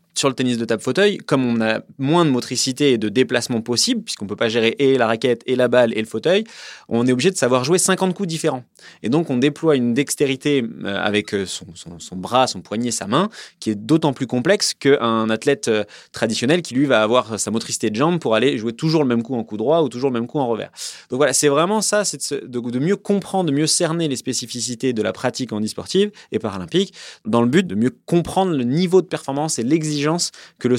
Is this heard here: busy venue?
no